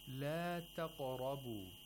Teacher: The qalqala of the qaf was applied well.